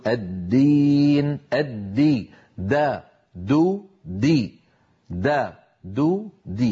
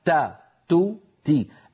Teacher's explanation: المخرج واحد ولكن الخلف بينهما في صفة الجهر، فالدال مجهورة والتاء مهموسة